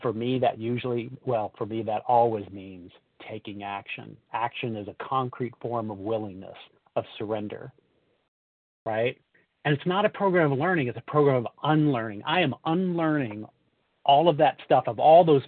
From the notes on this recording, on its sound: 100 Pounders Phone Meeting